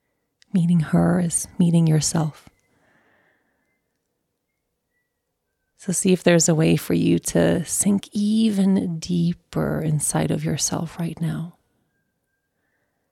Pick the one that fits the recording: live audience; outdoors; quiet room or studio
outdoors